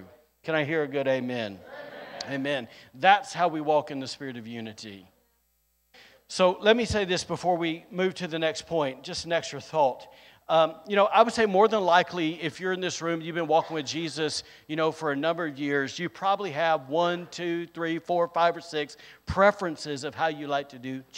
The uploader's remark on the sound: recorded on Sunday, November 6th, 2022, during service at The Anchor Church in Rockport, Maine